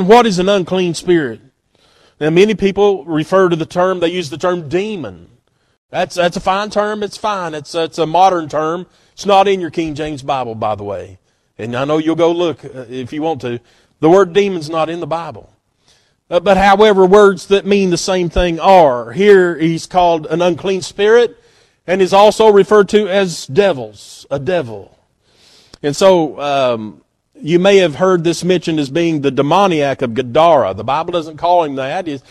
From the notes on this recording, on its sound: at Northside Baptist Church on Sunday morning, February 11, 2024.